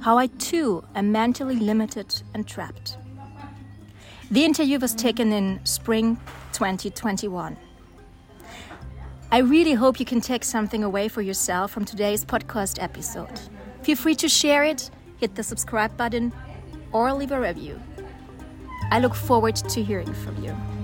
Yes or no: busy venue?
yes